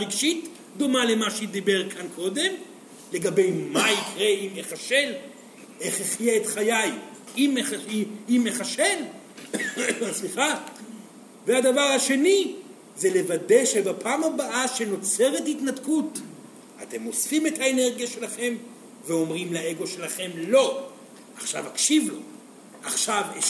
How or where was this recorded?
live audience